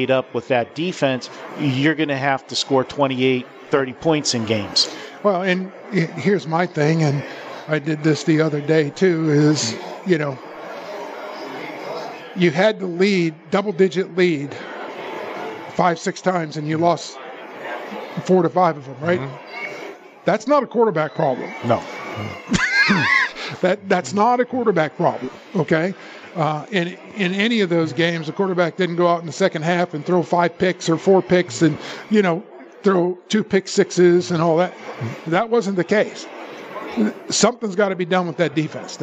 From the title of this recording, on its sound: Live at the Suoerbook at the Westgate